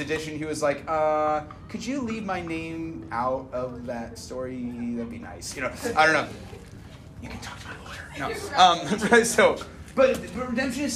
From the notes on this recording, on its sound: Originally recorded 5/15/21 at Sunset Park in Lewiston, Idaho.